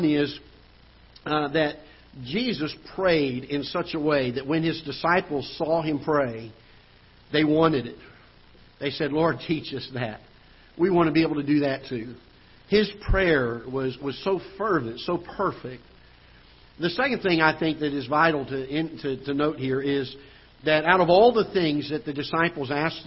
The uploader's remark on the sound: Ketha Heights Baptist Church ~ Live Broadcast